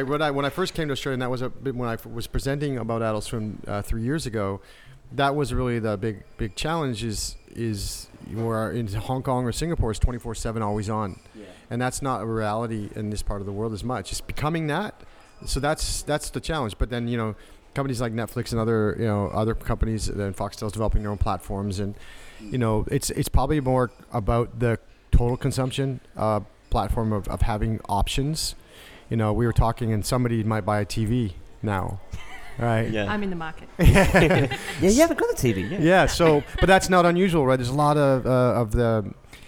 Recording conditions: busy venue